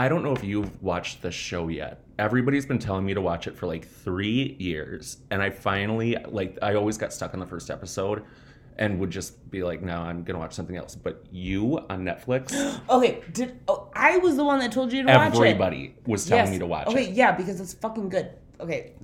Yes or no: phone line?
no